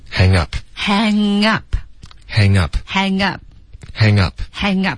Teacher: hang 跟 up 连读后 p 的音要注意，要省略